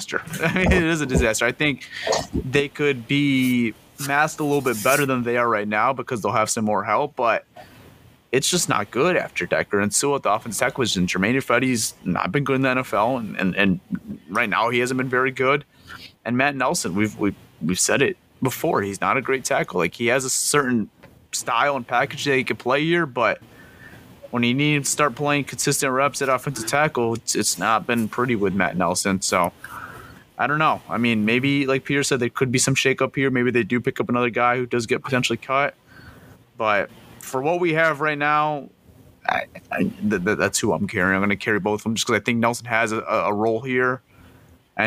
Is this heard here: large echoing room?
no